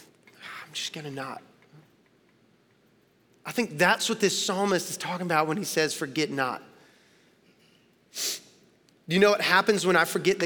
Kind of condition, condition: setting, large echoing room